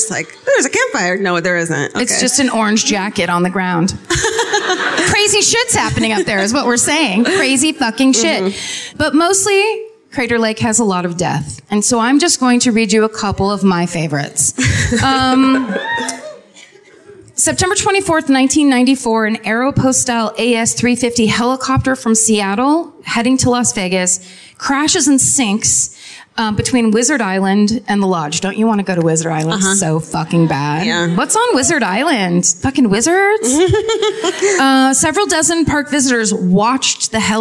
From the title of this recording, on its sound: Live at Revolution Hall in Portland (2017)